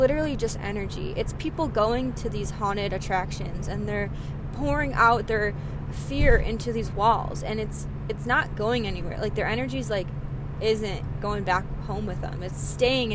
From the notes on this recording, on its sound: sorry for the background noise - I was driving